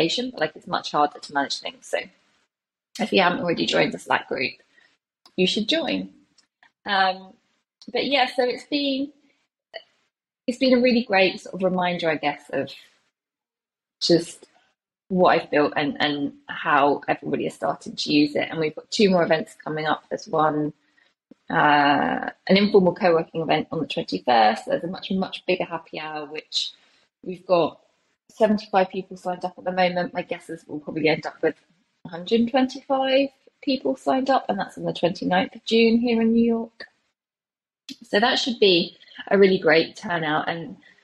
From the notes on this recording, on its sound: Recording this on Riverside. Recording this on Riverside.fm.